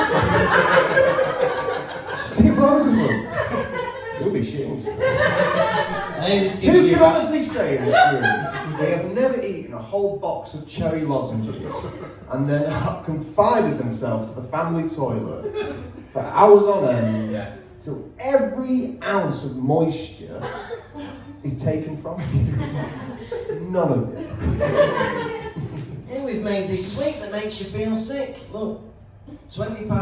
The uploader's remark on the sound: in front of a live studio audience